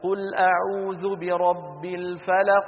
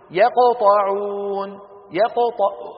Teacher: فالقلقلة كبرى يعني واضحة لأن الحرف ما بعده شيء موقوف عليه · Shown in: first take